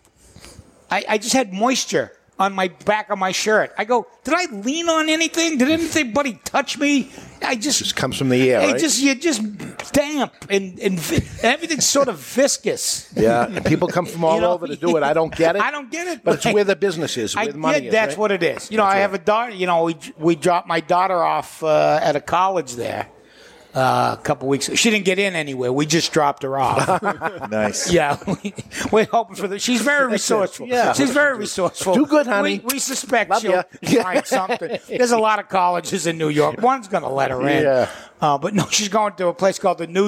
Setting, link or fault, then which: setting, live audience